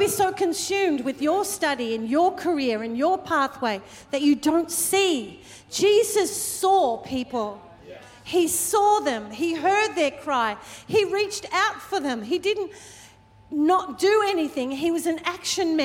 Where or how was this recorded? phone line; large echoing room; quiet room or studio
large echoing room